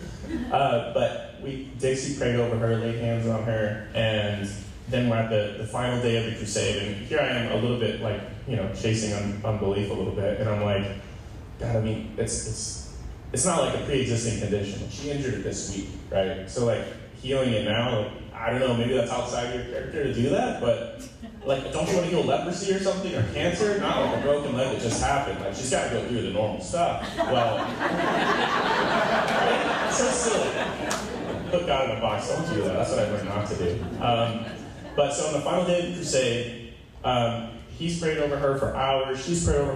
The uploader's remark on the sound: Please be patient with the audio on this one, but it is worth listening anyway...